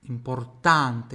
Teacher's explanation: a pronúncia do A bem aberta